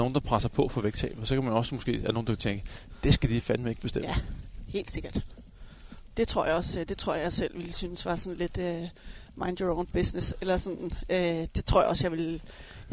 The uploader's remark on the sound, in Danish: Podcasten er optaget som en walk & talk i Dyrehaven.